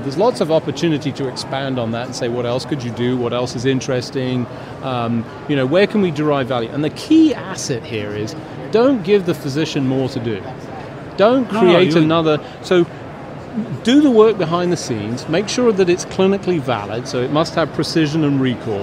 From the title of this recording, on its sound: LIVE from #HiMSS17